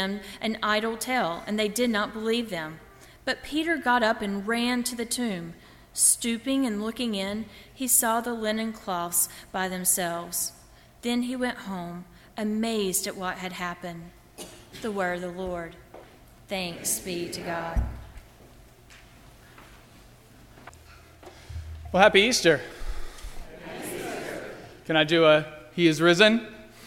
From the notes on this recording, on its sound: during the Easter Crossroads service (9:30 am) on Sunday March 27, 2016, at First Presbyterian Church of Arlington Heights, Illinois.